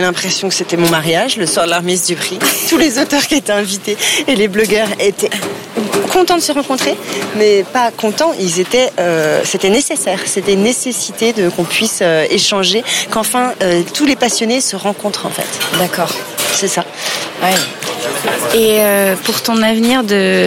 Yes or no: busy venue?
yes